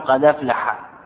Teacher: إذن نقول النقل لحركتها إلى ساكن قبلها فتسقط نحو قد أفلح بفتح الدال مع إسقاط الهمزة · Term: نقل فإسقاط